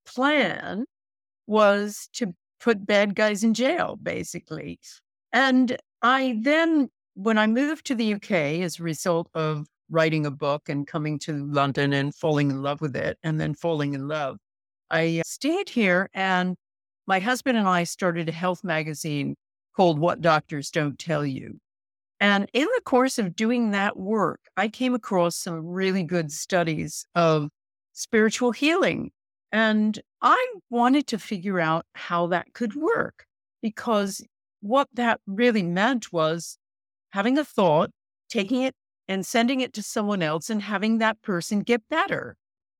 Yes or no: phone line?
no